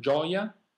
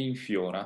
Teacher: Also there we hear the difference between the open O in gioia, sì? And the closed one in fiora.